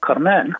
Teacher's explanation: And Bizet was French, so the accent is on the final syllable